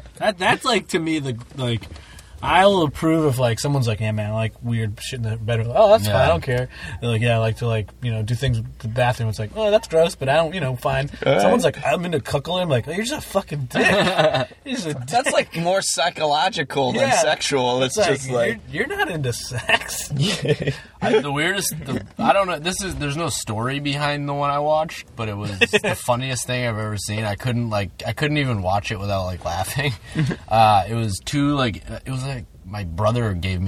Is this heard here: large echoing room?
no